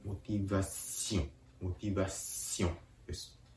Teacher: う意味なんですね。では、この動機の言い方、フランス語で見ていきましょう。フランス語で動機はモティザシオン。もう一度発音します。動機はフランス語でモティザシオン。英単語と比較してみましょう。英単語で motivation。フランス語で motivation。単語自体は全く同じなんです。発音が英語とフランス語で異なるのみですね。そして発音のポイント。これは語尾の微母音、アッシオン、アッシオンです。フランス語のこの微インというのは、そのカタカナ発音、この場合ではモティバシオンシオンと言いながら、同時に鼻から息を抜かすようにそのシオンを発音するところです。